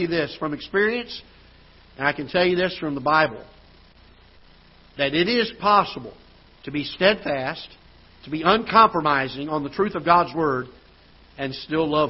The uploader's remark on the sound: Ketha Heights Baptist Church ~ Live Broadcast